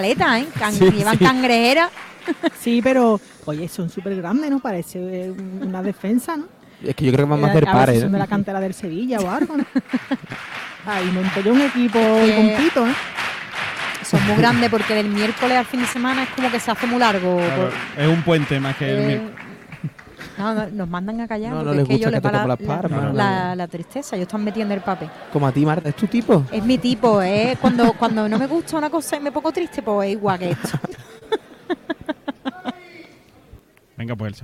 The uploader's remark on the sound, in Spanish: En directo desde el Gran Teatro Falla de Cádiz